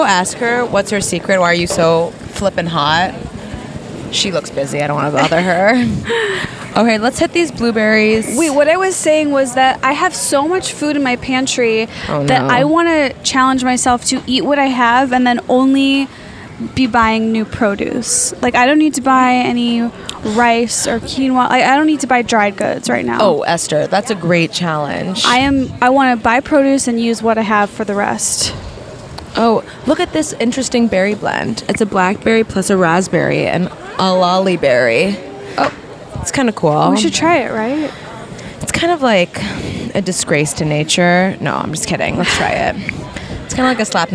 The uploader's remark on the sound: recorded an episode LIVE from the Hollywood Farmer's Market!